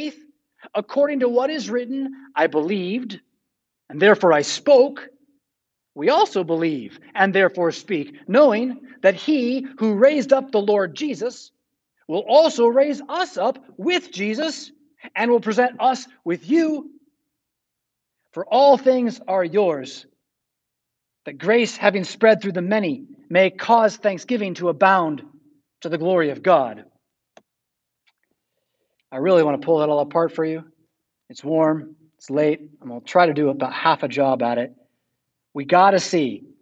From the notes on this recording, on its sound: Preached at St Paul Lutheran Church, Rockford, Illinois on August 22, 2021.